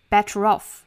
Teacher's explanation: 们前天呢其实讲到这个的发音了，舌头是平整的，不要卷起来，英式发法呢就是 better 再和后面元音的连读呢需要加一个小小的 r 的发音，better off。细心的同学可能会听到里面有一个小小的 tr 的发音，怎么会有一个 tr 的发音呢？其实呢，就是因为前面的 t 再加中间的再加一个小小的 r 的发音，那相当于这个的音再弱一些的话，直接就是 t 和 r 的连接了，就变成了 tr 的发音了。所以说呢， better 和 off 如果读得快一点，是可以听到里面的这个 tr 的发音的